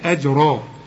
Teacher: الراء هي الايه المفخمة، لكن ما تنساش تقلقل الجيم